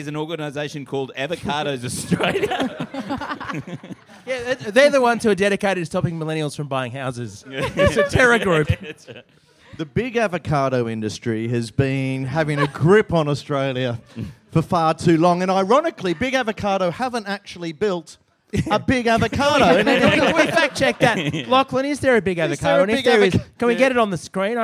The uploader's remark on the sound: Back at the pub